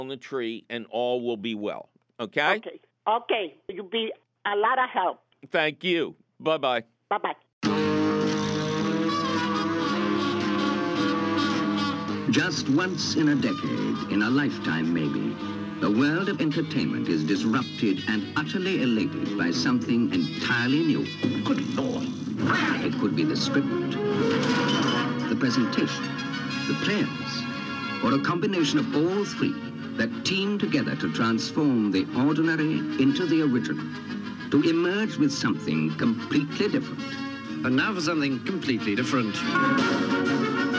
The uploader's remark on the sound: your illuminating phone calls